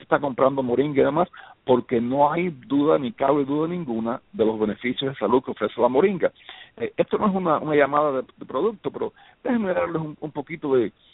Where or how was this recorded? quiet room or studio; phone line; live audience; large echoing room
phone line